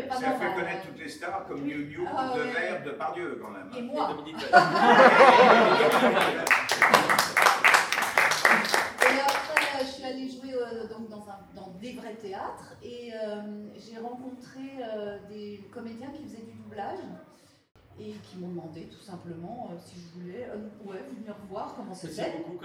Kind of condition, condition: setting, live audience